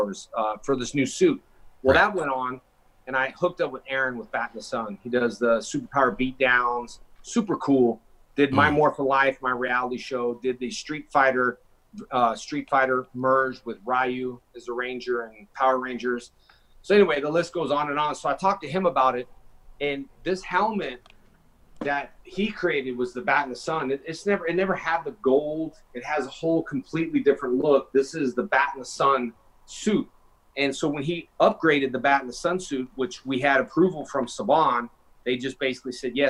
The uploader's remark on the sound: This is the audio of the live video interview from "Northern Fancon from Home".